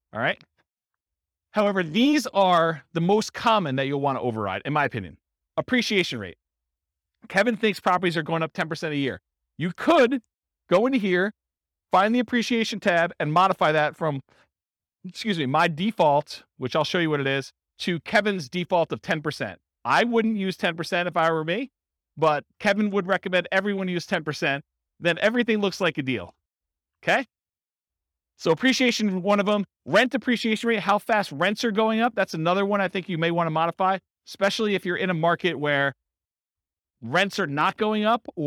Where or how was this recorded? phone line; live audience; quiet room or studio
live audience